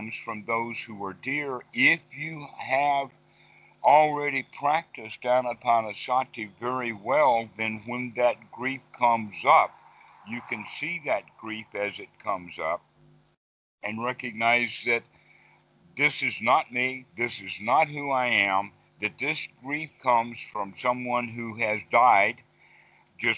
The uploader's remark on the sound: Skype calls on this channel.